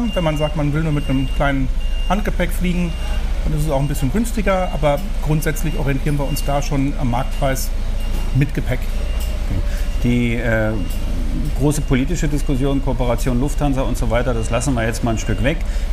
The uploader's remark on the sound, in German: Condor auf den Counterdays live Mallorca 2021. Die Live Counter Days auf Mallorca 2021. Oktober fand eines der ersten großen touristischen Live-Events statt.